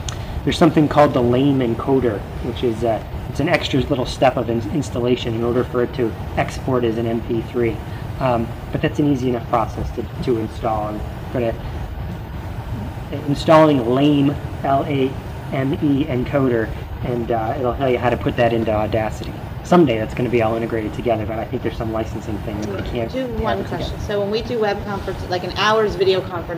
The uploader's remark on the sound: A recording of a discussion at the George Mason University Assistive Technology Share Fair of 2011.